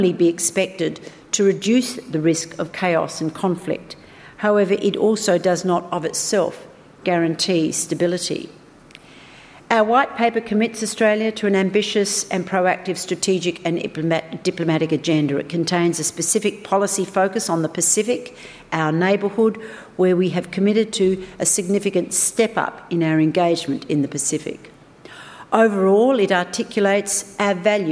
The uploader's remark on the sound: Recorded at the Grand Hyatt Melbourne on 11th April, 2018.